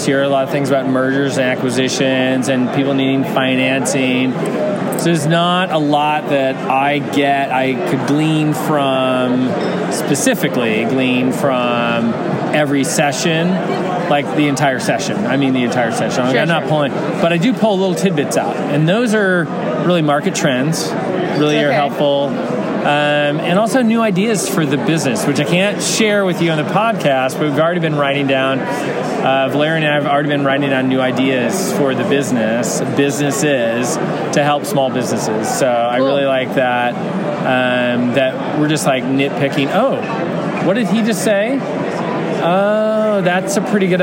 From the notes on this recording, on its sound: 2021 Cannabis Conference Expo Interviews. On the expo floor to hear the answers of consultants, equipment manufacturers, and event organizers.